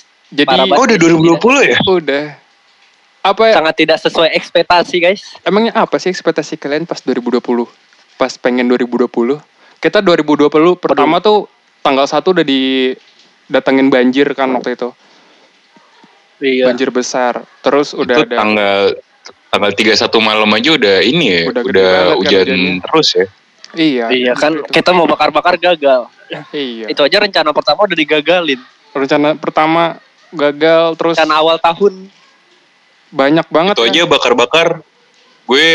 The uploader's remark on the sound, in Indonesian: Berhubung harus #dirumahaja, maaf kalau ada perubahan kualitas suara yak.